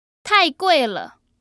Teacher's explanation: So there are three characters there. The first two are fourth tones, and the last one is a neutral tone.